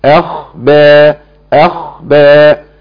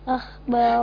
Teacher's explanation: الخاء هنا ساكنة، لازم نسمع صوتها